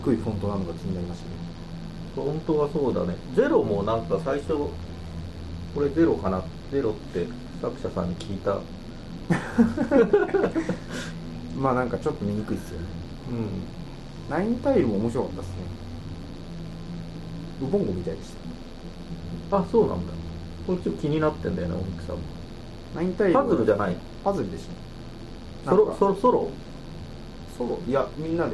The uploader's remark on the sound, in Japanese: １月に録音したものです。音質が悪く聞き取りづらいかと思いますがご容赦ください。